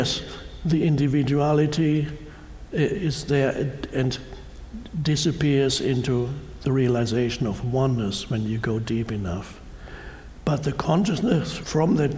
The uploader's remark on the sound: Answers questions from a live audience. A woman in the audience says she is interested in manifesting her purpose.